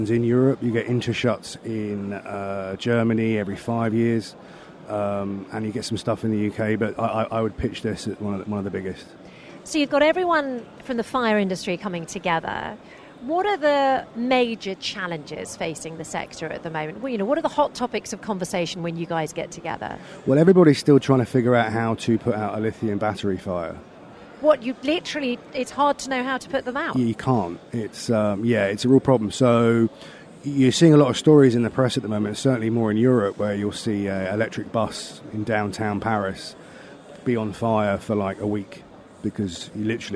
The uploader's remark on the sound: LIVE FROM INTERSEC